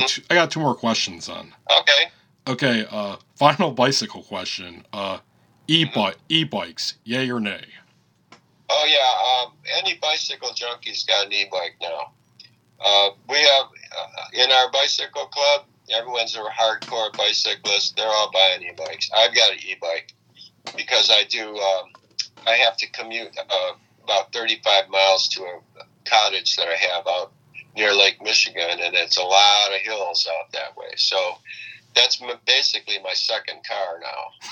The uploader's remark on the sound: Recorded at via phone in Grand Rapids, Michigan, and Traverse City, Michigan.